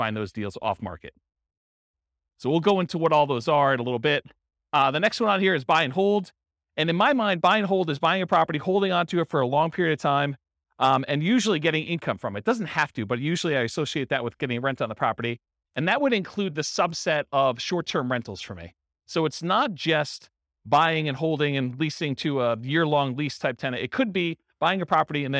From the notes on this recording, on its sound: This was a live class recorded. In Portland, Maine.